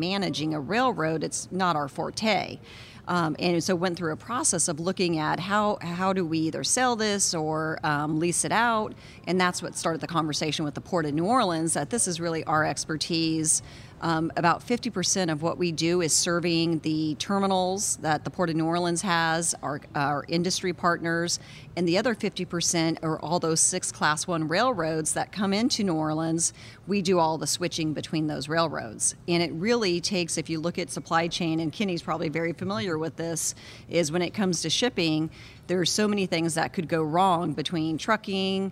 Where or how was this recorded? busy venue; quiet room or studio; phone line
busy venue